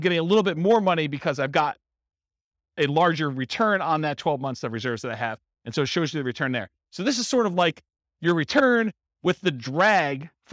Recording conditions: live audience